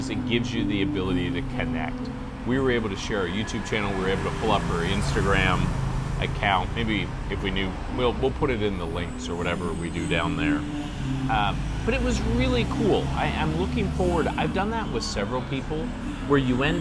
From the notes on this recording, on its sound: Chiang Mai, Thailand streets. Enjoy the banter and the street sounds from Chiang Mai.